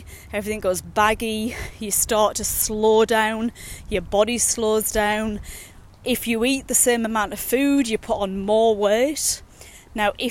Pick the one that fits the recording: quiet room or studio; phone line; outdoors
outdoors